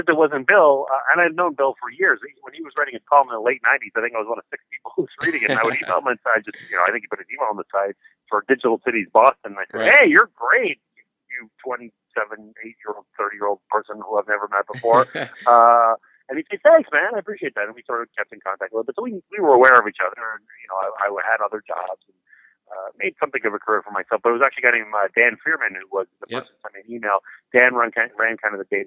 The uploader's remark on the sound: on the phone